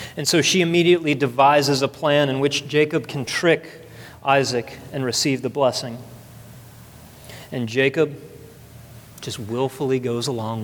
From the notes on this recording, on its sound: at the second service of Redemption Hill Church